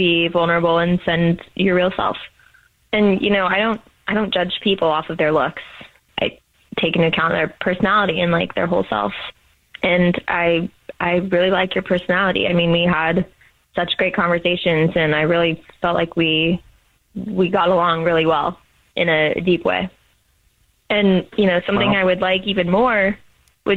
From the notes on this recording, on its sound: Is on the phone. The woman on the phone has a Dirty Little Secret she is keeping from her family about her new boyfriend.